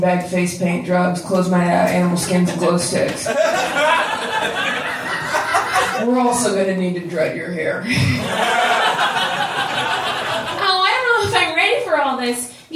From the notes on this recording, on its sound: Recorded March 22, 2014, at the Blue Monk in Portland, OR.